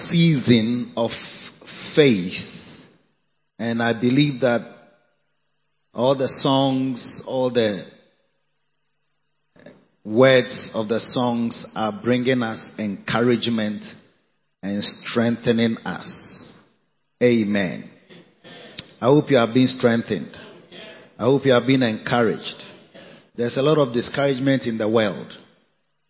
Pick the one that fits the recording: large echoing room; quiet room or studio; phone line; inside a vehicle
large echoing room